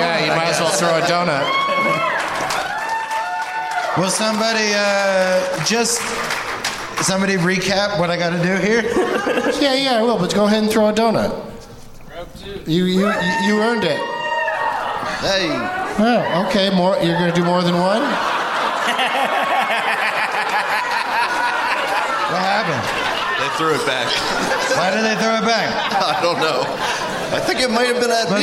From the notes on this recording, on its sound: Live from the Laugh Out Loud Comedy Club in San Antonio